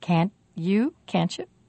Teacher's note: This is the sound we make when we push together the final T of can't and the beginning y of you. We make a ch sound.